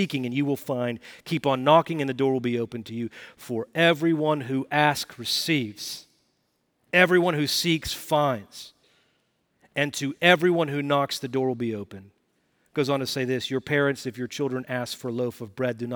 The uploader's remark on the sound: Recorded Live at Brookwood Church on 12.03.2023